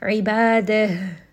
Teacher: We see that there is a nun sakin followed by one of the throat letters. And then because ha here has a sukun, I'm going to give it hams. I am going to make sure this is coming from the chest and I give it proper air